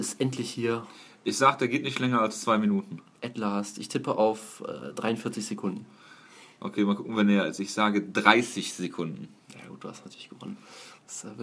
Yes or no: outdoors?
no